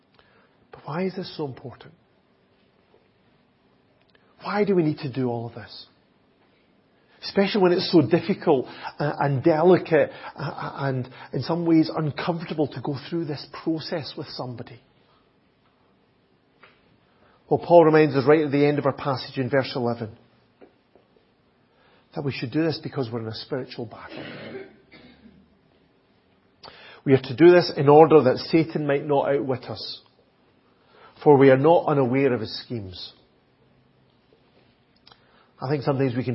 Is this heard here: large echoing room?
yes